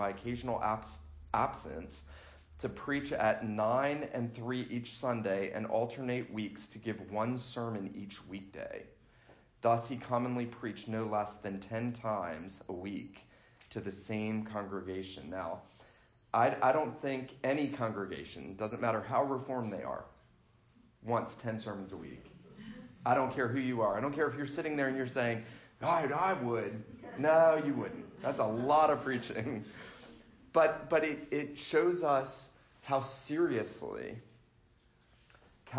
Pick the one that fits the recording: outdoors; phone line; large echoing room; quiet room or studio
large echoing room